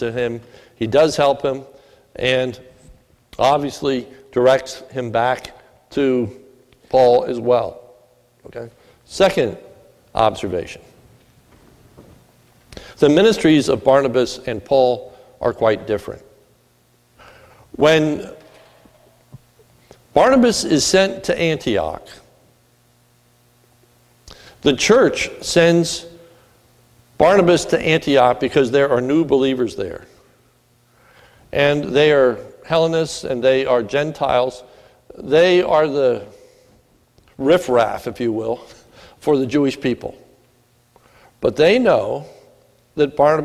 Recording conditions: large echoing room